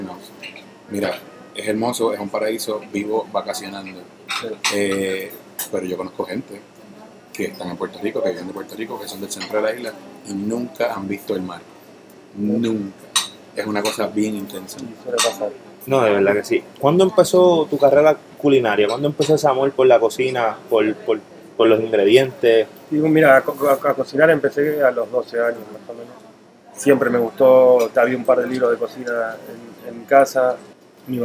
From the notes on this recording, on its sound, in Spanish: entrevista que hiciéramos en vivo en Nonna